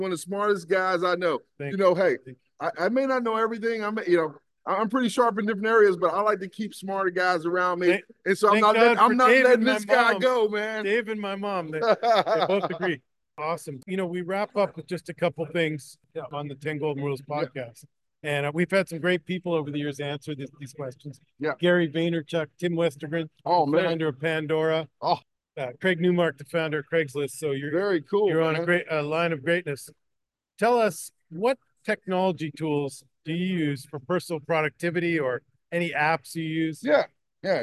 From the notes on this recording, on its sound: live from the 2024 National Trial Lawyers Summit